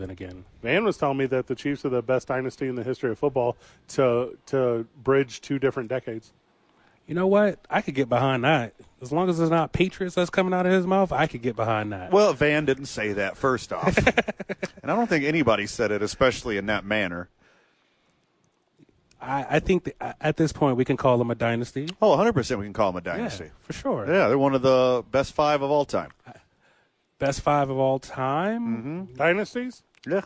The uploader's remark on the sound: live from The Dukes Store